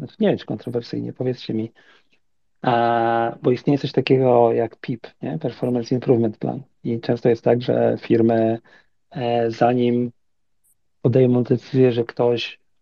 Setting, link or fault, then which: link, video call